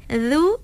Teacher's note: Za sifat dia istifal ke bawah, maksudnya merendahkan kita punya lidah kita rendah.